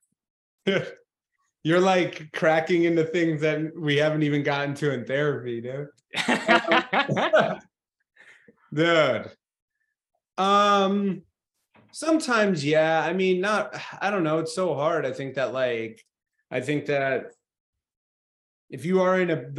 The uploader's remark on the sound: all before Zoom cuts us off